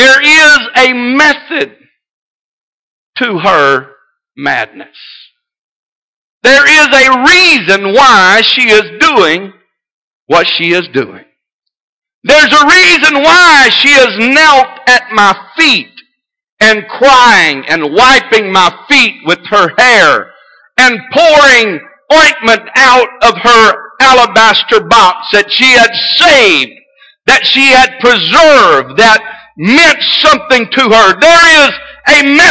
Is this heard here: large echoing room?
yes